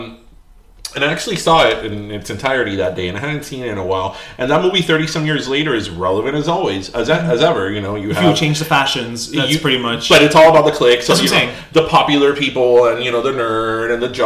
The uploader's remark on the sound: Did we record this ep in a cave